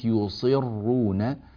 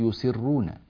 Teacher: فكلمة يصرون لو ضعف تفخيمها صارت يسرون · Term: التفخيم